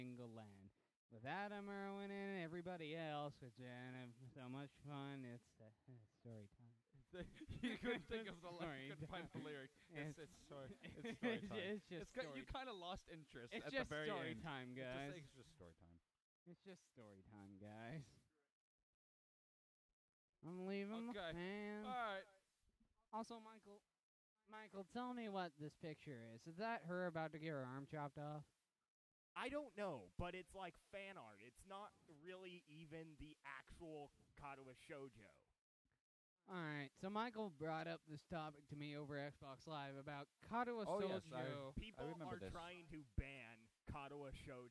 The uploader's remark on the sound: GREAT CONTENT WISE, TERRIBLE AUDIO WISE!